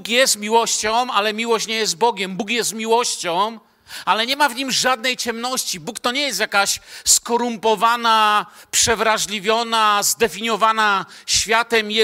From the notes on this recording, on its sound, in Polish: Wykład nagrano podczas wieczornego nauczania Słowa Bożego w Kościele „Filadelfia” Bielsko Biała.